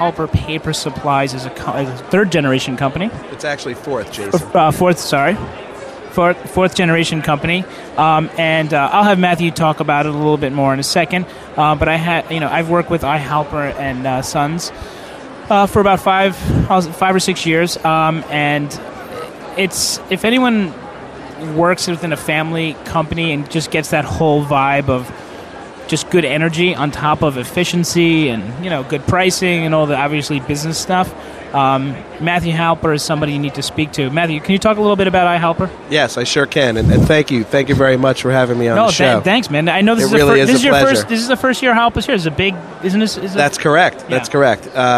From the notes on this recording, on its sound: The recording of the live broadcast from the International Food &amp; Foodservice Show at the Javits Center. The recording of the live broadcast from the International Food & Foodservice Show at the Javits Center.